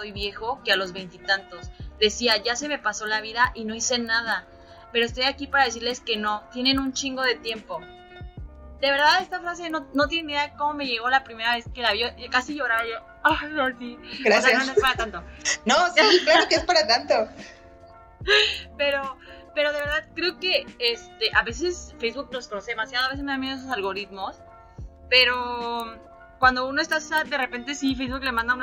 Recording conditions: poor sound quality